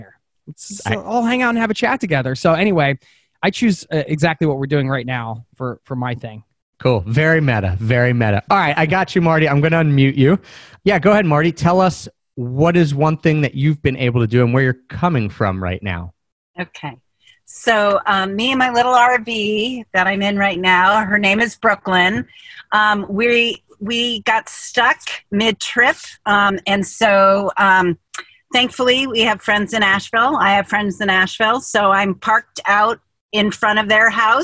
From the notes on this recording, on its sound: Record them with a LIVE audience via Zoom.